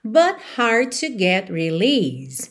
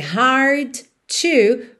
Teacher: hard to, junta num som só, hard to get release.